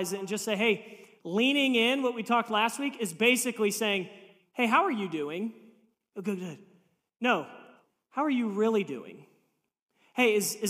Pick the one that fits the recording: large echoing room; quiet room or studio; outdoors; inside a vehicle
large echoing room